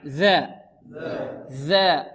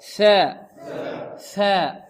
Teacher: إذن الذال مجهورة والثاء ماذا؟ مهموسة